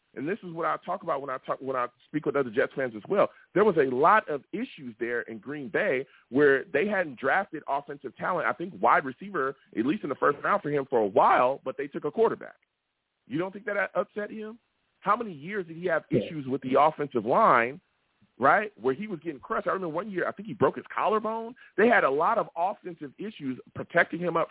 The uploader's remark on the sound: I take live callers!